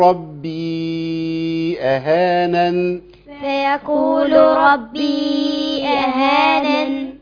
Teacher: هي فيها غنه النون بس مش الغنه الطويله